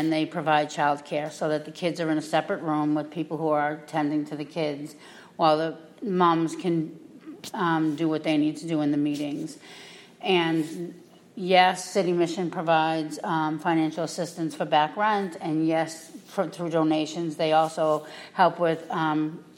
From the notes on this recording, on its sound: we invite two guest speakers into the pulpit